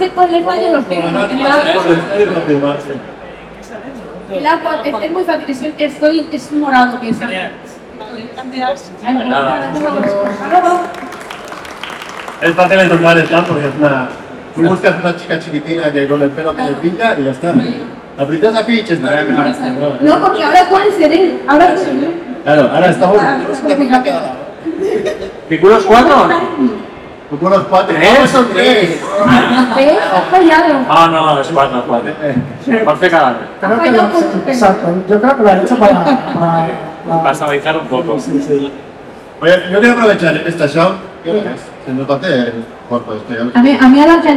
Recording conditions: poor sound quality